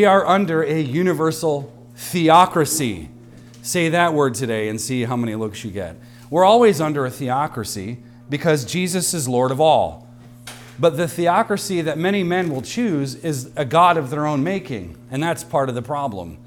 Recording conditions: large echoing room